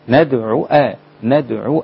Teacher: دي عين عليها ضمة فقط مش عين بعدها واو